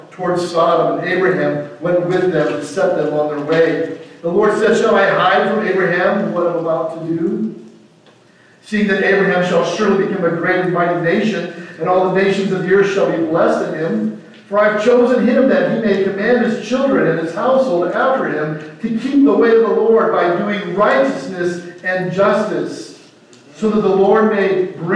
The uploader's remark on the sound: Audio for this video starts at the 22:50 mark in the video. Technical issues.